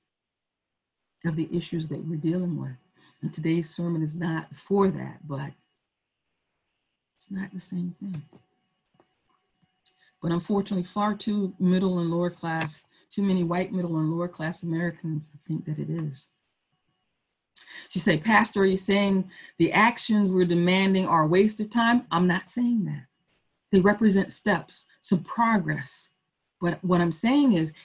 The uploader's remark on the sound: Our Zoom streamed service